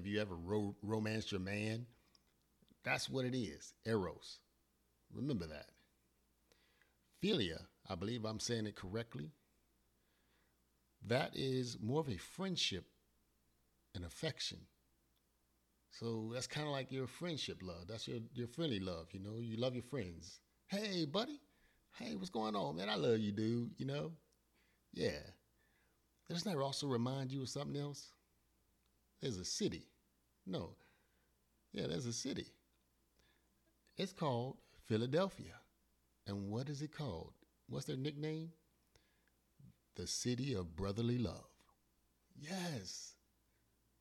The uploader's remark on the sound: Forgive the volume, I had technical difficulties.